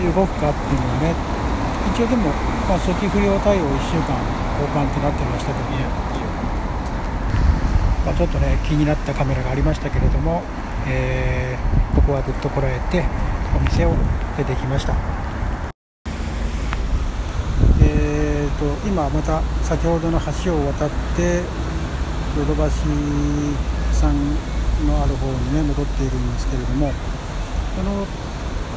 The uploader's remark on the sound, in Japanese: お散歩ラジオ 歩歩歩 秋葉原編。オール街頭収録の為 風の音など少々入ってます。